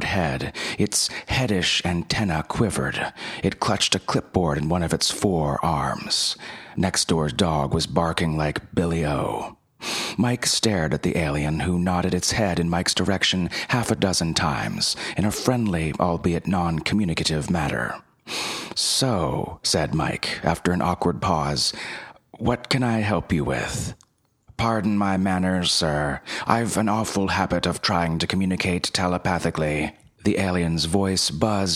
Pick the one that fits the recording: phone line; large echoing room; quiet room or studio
quiet room or studio